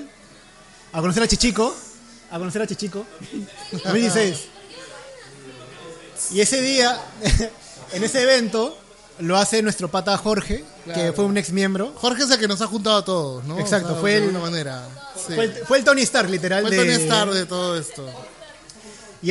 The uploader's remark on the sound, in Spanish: Podcast en vivo en Geek Club junto con amigos e influencers celebrando el lanzamiento de Habla Geek!